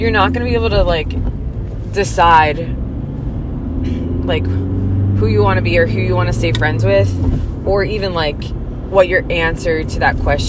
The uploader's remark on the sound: are in the car